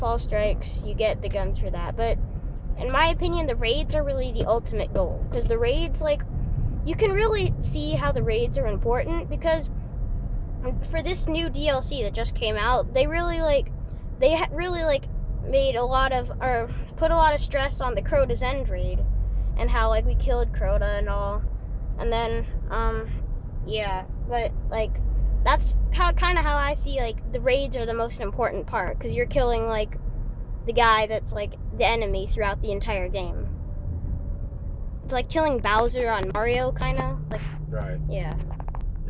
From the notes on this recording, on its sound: Again In The Car.